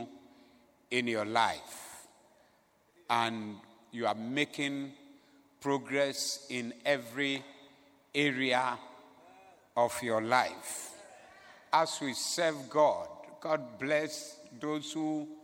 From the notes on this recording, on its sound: Preached at the Zeloo Service